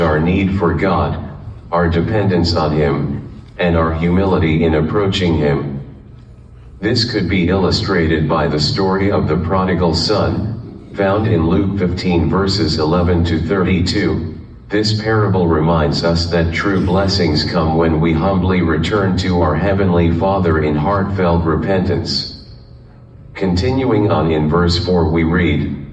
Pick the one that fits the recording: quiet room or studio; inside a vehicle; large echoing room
large echoing room